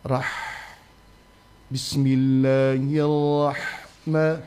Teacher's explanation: Yang kedengaran itu pada bacaan basmalah ya, pada bacaan basmalah. Bacaan basmalah kedengaran ha-nya itu mirip ke kho. · Term: sifat hams